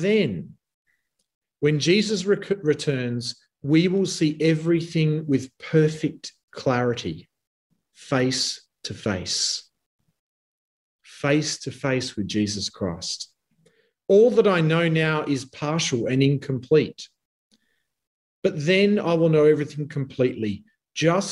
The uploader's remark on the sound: Talk 2 from the Wednesday United zoom meeting on 16 June 2021.